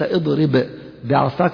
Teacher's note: تكون النطق بها باء واحدة مشددة · Term: الإدغام